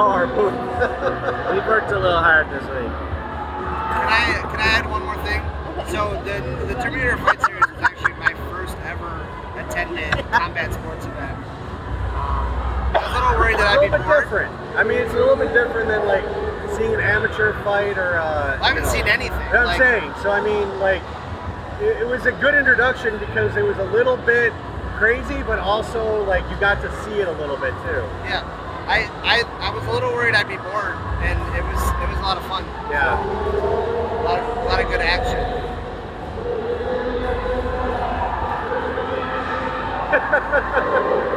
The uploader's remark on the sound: The Undercard and Top Rope Review Live from the Arnold Classic